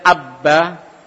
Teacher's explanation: dua bibir inilah makhraj keluarnya huruf ba. Makhraj keluarnya huruf ba itu dari dua bibir ini.